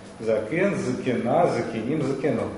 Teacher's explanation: Там редуцируется все время первый гласный, ударение все время на окончании.